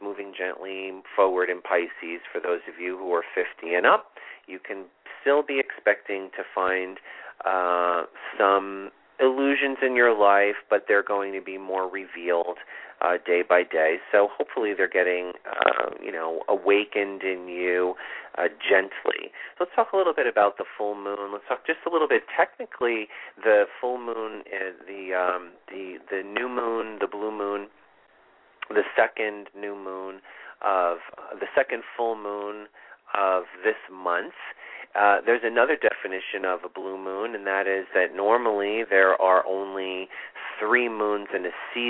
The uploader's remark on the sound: This is a call in show.